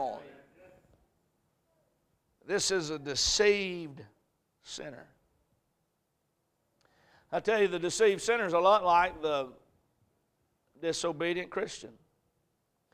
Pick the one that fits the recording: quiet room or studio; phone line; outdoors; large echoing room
large echoing room